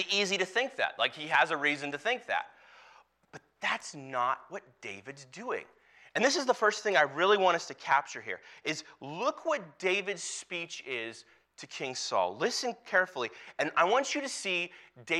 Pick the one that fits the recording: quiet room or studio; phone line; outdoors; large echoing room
large echoing room